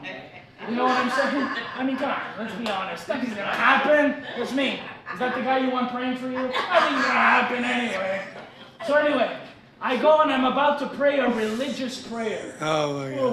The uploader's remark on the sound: LIVE AT THE CAFE. The Friday night live meeting at the cafe.